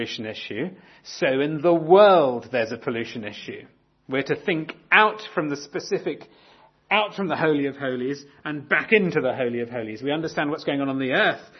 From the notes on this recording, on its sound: talk on the murder of Abel in Genesis 4 from our 2017 conference